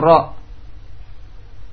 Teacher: ra dengan ujungnya terpelintir sedikit, berbelok sedikit. · Term: inhiraf